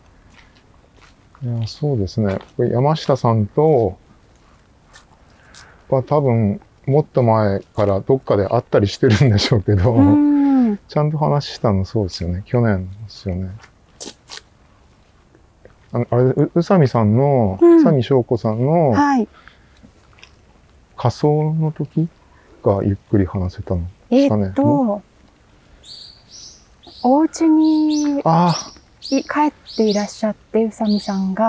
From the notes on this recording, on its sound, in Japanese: 誰かと散歩しながら収録しております。ちょうど夏休みの静かな弘前大学のキャンパスをおしゃべりしながら散歩。